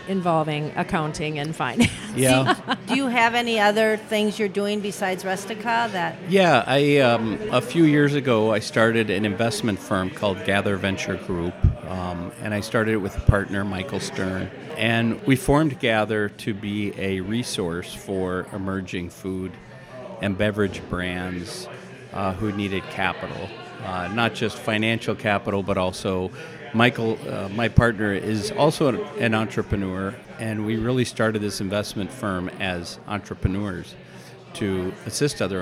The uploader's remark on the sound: This special episode was recorded, live, in house at Rustica Bakery Edina.